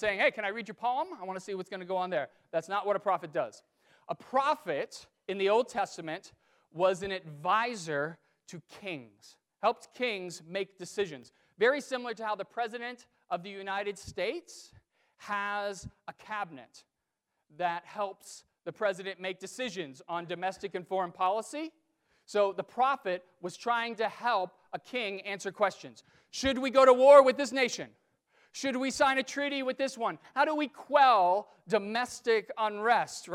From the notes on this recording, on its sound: During the 9:00 AM service on Sunday Decembrer 1, 2019, at First Presbyterian Church of Arlington Heights, Illinois.